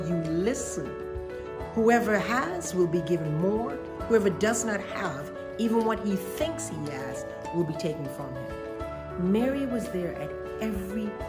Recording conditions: large echoing room